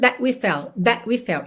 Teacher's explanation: Esse último T pode aparecer mais, menos ou nada, certo?